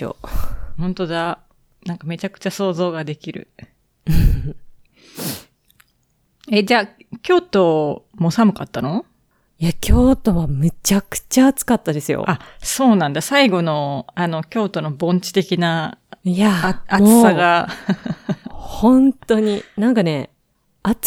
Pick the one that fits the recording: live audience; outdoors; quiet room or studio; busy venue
quiet room or studio